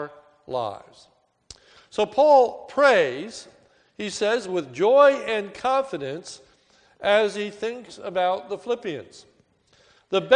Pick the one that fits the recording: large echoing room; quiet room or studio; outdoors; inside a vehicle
large echoing room